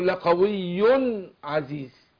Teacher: ما اقول لقوي، هنا النون التنوين هي تعتبر نون ساكنة اللي بننطقها مش بتتكتب، لقوي، النون دي جه بعدها العين، والعين من حروف الإظهار، حرف حلقي بيخرج من الحلق، فأنا بظهر النون عنده · Term: إظهار حلقي